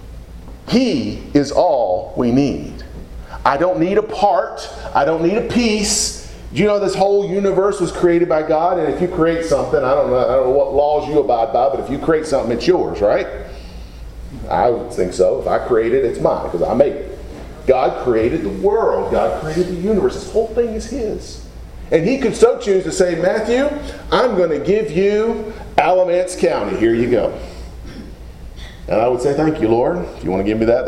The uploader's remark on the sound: Preached at Deep Creek Baptist Church in Burlington, NC, on Sunday morning, June 4, 2017.